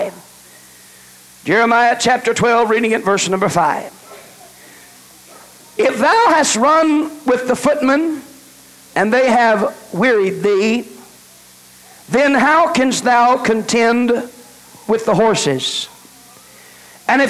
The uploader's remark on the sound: delivered November 12, 1989 at First Apostolic Church in North Vernon, Indiana